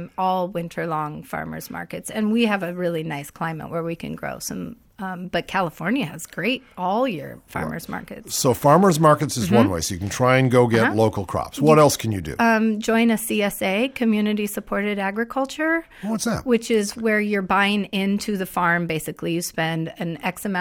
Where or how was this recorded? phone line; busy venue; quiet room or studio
quiet room or studio